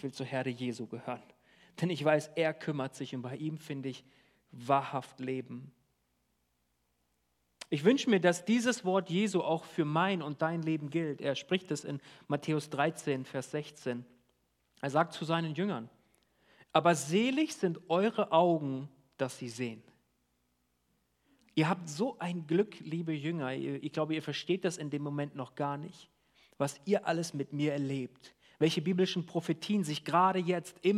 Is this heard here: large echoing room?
yes